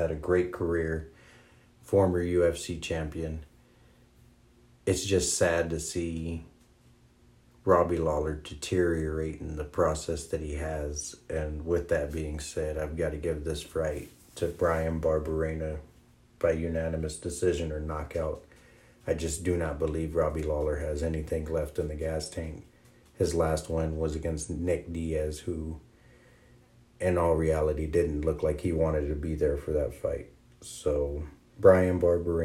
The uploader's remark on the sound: It’s my first one recorded off an iPhone bear with me!